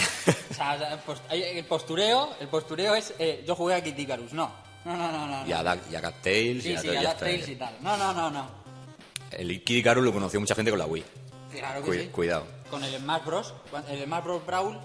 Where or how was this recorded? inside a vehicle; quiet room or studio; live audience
live audience